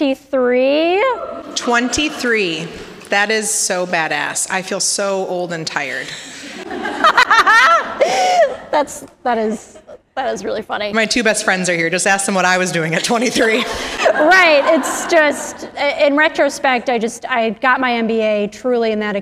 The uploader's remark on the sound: LIVE from the Neu Neu in Minneapolis. During this live show.